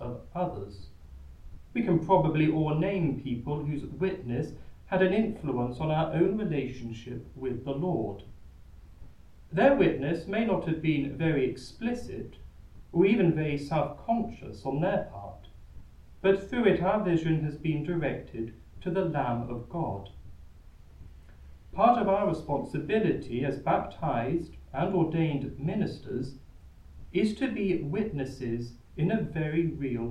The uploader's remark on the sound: The Community of St Gregory the Great sing the Mass for Wednesday in the first week after Christmas. Recorded live at Southgate House.